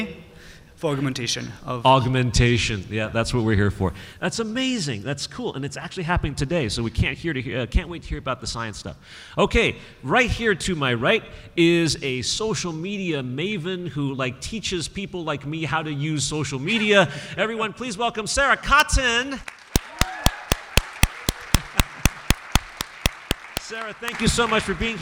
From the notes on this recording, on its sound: To the stage for our first-ever appearance at the Boston Fan Expo. This panel took place during the 2023 writers strike.